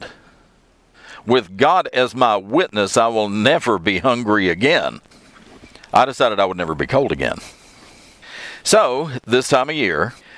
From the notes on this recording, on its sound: I'm back in the truck for this episode, so please ignore the background road noise.